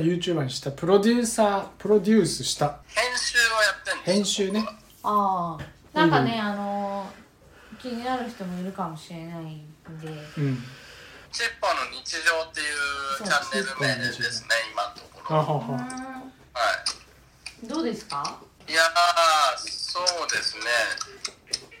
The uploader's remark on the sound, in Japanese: 今回はリモート収録に挑戦！時空を彷徨いながらの収録となりました。